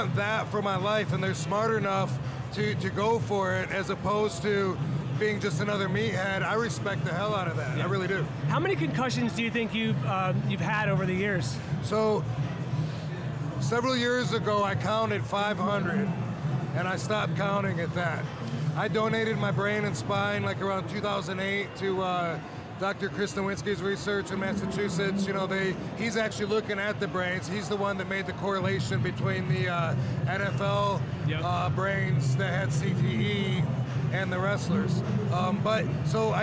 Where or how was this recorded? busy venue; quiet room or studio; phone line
busy venue